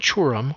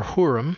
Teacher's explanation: In Chronicles and Kings, we find Churim or Hurim, as we may use the initial letter as a guttural or an aspirate